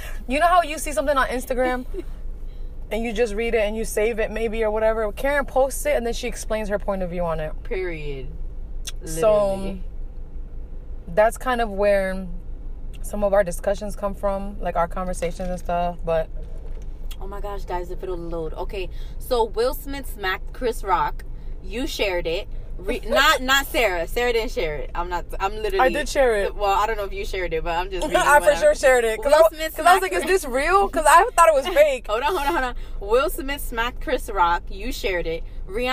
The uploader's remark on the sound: On this episode we are in the car with it.